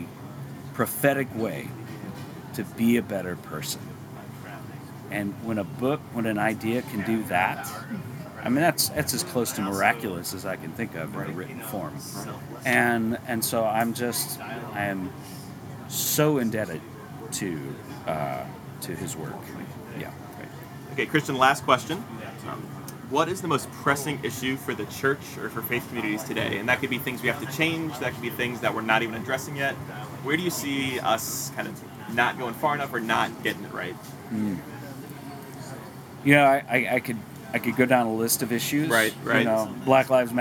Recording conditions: background noise